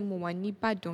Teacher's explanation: If you have a noun that starts with I, for example, a place that starts with I, and you want to say ni, you skip one of those I's. You just say mo wa ni Ibadan.